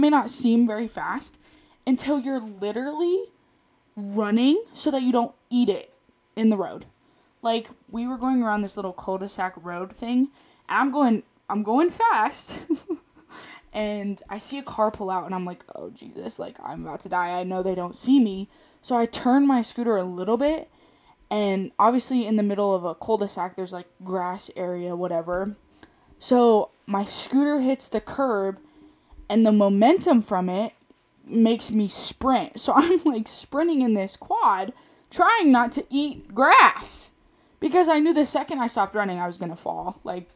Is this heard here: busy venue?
no